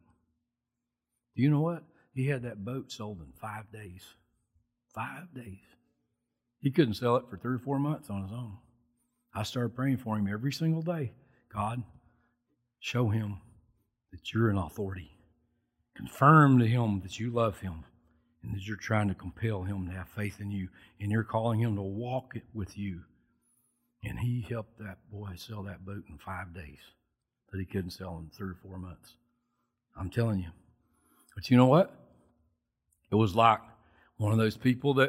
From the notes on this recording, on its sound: Recorded from South Gate Fellowship on May 23, 2021.